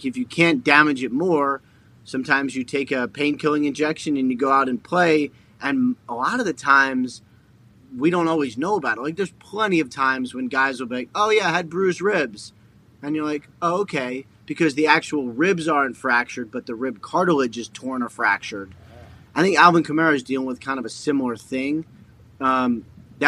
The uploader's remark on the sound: Live from the set of College GameDay in Knoxville, Tennessee. LIVE From The ThunderDome.